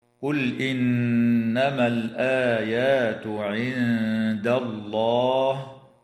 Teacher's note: اللام في كلمة قل تسمى بلام الفعل، وحكمها هنا الإظهار، وتغن النون المشددة من كلمة إنما، وتخفى النون الساكنة عند الدال مع الغنة مرققة في كلمة عند، وتفخم اللام بعدها في اسم الله لوقوعها بعد فتحة